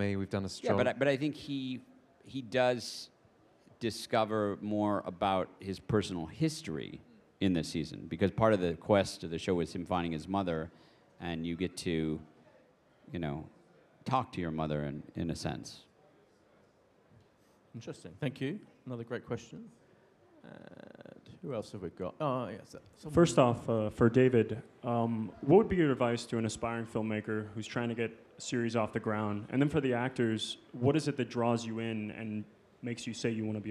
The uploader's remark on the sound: at the Apple Store, Covent Garden in London